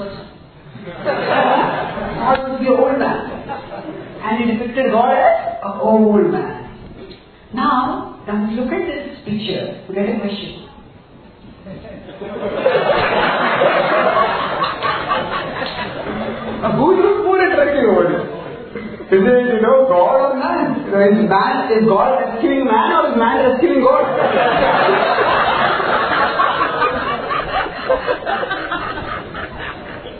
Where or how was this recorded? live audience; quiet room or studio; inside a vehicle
live audience